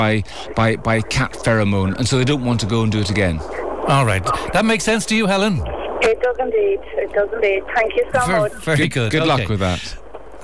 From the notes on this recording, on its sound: a listener called